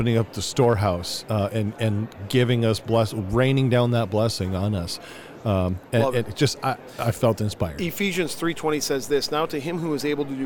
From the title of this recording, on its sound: LIVE From NRB